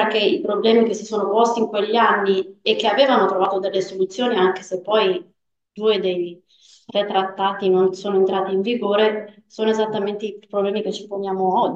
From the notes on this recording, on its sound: This podcast is the recording of the event co-organised by the UEF and the MFE (Italian section of the UEF) at the Collegio Ghislieri in Pavia. This podcast is the recording of the event co-organised by the UEF and the MFE (Italian section of the UEF) at the Collegio Ghislieri in Pavia.